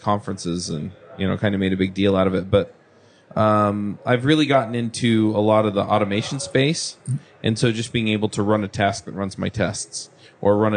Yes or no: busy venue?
yes